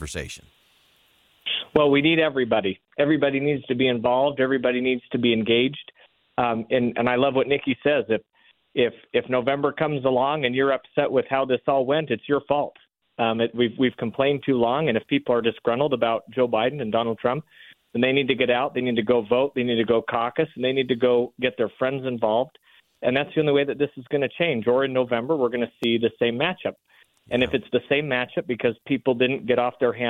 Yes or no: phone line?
yes